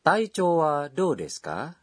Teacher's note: Ini adalah pertanyaan, jadi ucapkan dengan intonasi menanjak. Jika kita mengucapkannya dengan sopan, kita ucapkan, Taichou wa dou desu ka?